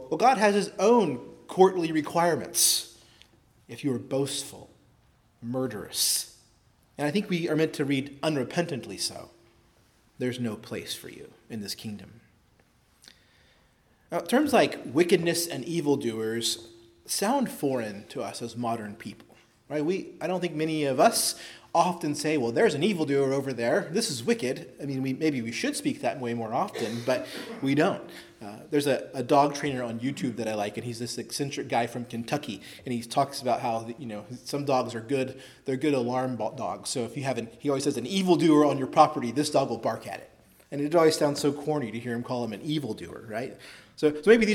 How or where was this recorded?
large echoing room